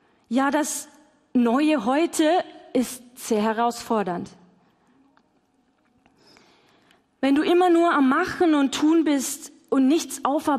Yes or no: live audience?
yes